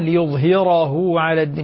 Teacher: لاحظ الراء مفخمة هنا أنها مفتوحة